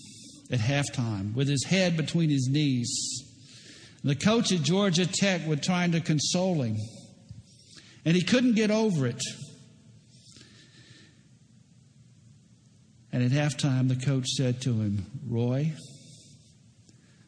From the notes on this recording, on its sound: preached at Lake Oconee Presbyterian Church.